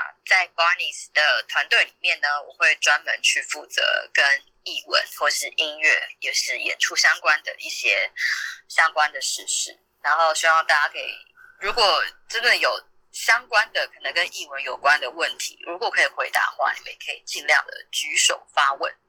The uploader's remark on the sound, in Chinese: Clubhouse的電話錄音就是悲劇一場。